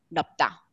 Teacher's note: words like this get pronounced nopta, one consonant sound there in the coda